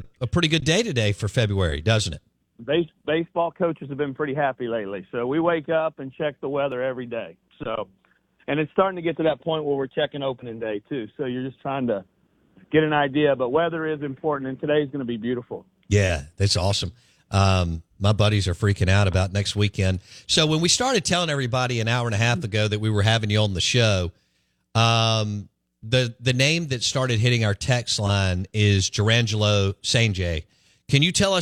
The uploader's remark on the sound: Joins the show on the Farm Bureau guest line talking about the upcoming season live in the BankPlus Studio.